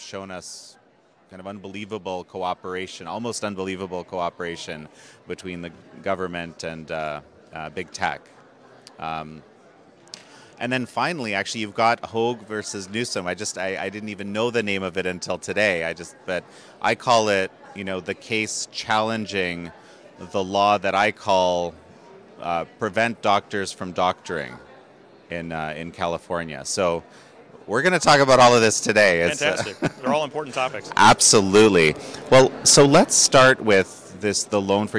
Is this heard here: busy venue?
yes